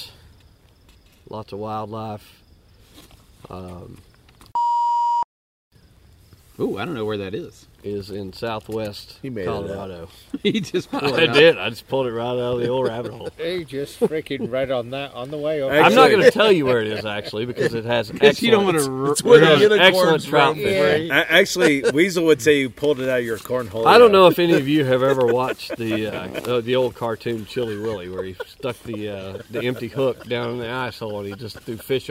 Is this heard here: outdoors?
yes